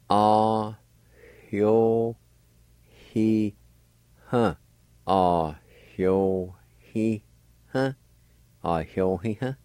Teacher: Between the A and the Y at the beginning of the word, there'd be another faint H sound like this.